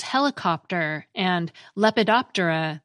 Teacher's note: What's happened is that the PT cluster has been split apart. The P ends up at the end of a syllable, cop or dop, to be specific, and the T ends up at the beginning of the syllable, TER.